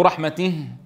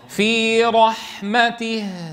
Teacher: لا تطلعوا غنة في الهاء · Shown in: second take · مو رحمته. في رحمته.